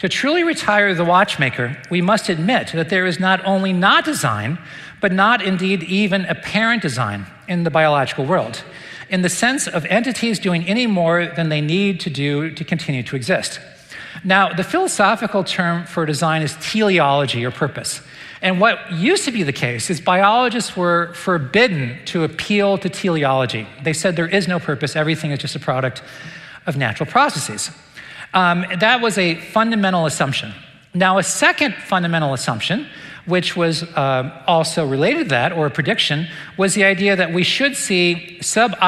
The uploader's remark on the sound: recent lecture at the Dallas Conference on Science and Faith